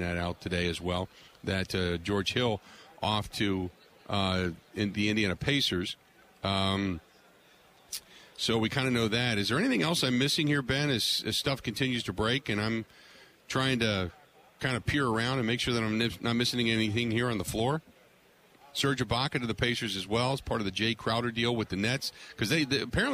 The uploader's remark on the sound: Live From Super Bowl Radio Row